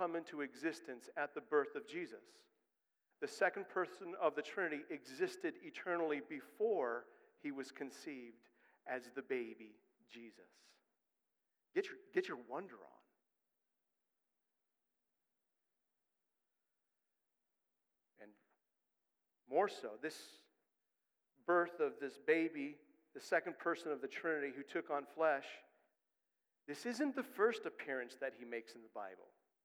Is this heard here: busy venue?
no